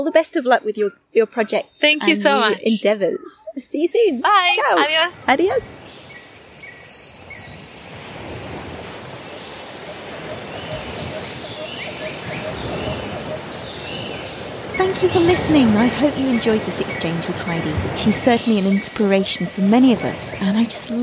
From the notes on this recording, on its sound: Now what makes this episode even more special is that it was recorded outside in real life with one of the most inspiring people I've had the chance to meet.